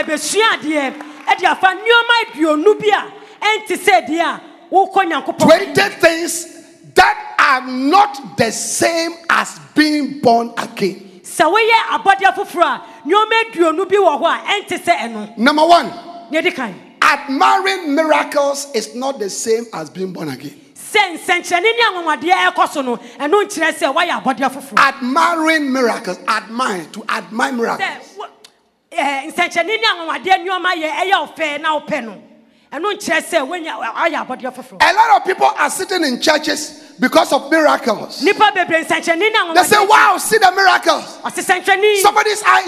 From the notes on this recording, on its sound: Preached at The Life Cathedral